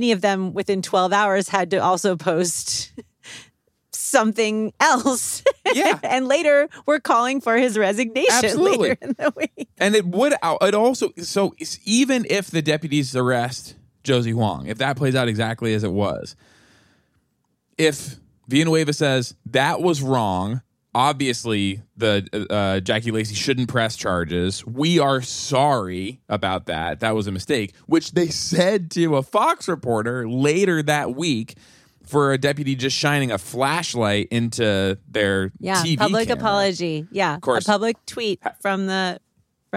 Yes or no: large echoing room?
no